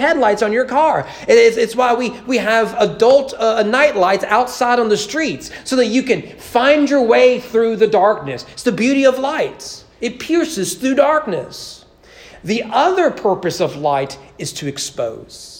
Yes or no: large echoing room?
yes